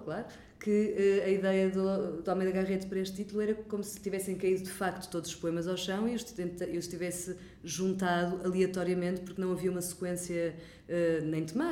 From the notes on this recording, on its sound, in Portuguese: numa conversa gravada nas Correntes d’Escritas